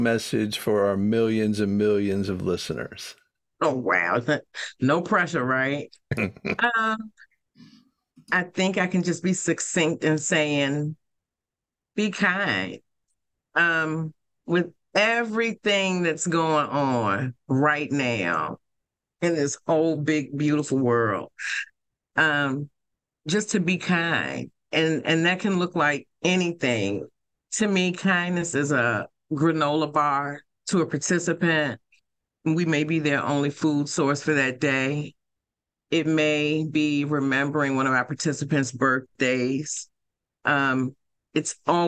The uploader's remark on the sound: In Raleigh, NC and Richmond, VA on Zoom.